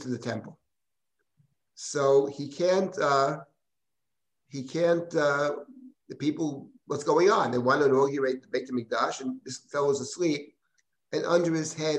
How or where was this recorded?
video call